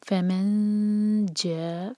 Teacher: فمن جاءہ، فمن میم کے بعد جو نون ہے وہ ایمٹی ہے، آگے جیم ہے، تو ہم نون کی آواز کو چھپائیں گے، اخفاء کریں گے اور جیم کے لیے زبان تیار کریں گے